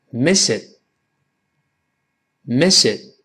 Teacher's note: 单词末尾的 t 失去爆破，但舌尖顶住，把 miss it 连读